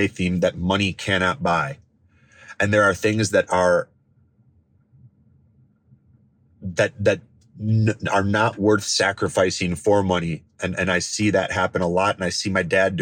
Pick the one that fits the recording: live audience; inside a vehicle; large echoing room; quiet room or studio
inside a vehicle